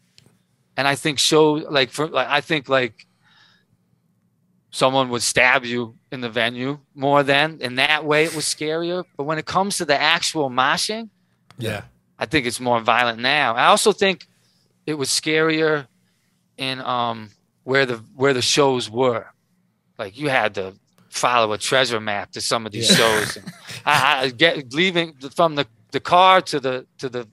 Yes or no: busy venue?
no